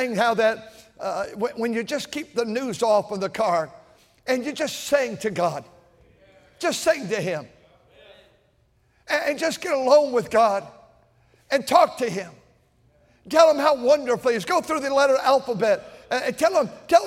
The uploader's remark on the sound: at North Valley Baptist Church in Santa Clara, California, during the Sunday Evening service on February 25, 2024.